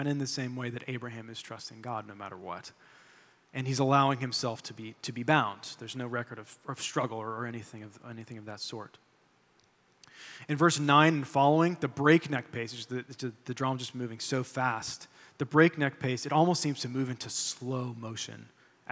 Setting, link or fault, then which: setting, large echoing room